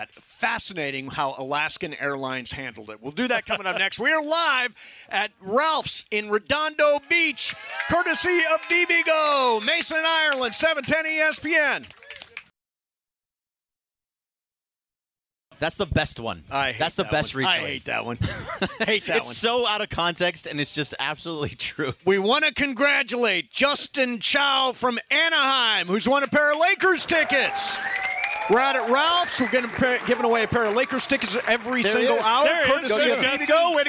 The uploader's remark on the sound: LIVE From Ralphs in Redondo Beach!